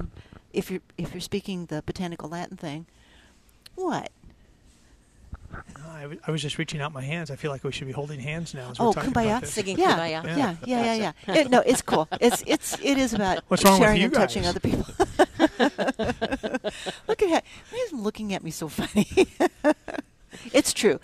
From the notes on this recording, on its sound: Plant Experts Live at Prairie Gardens.